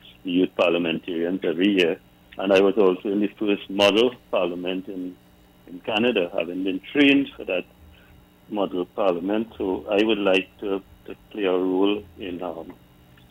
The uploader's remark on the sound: It's the last hour of the show and we take more calls from the audience.